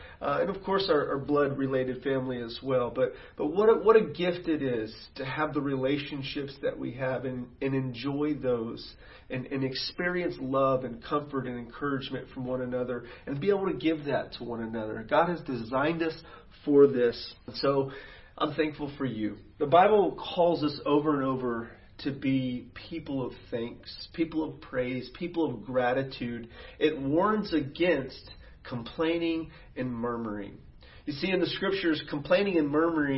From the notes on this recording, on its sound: sermons preached at City Church Garland.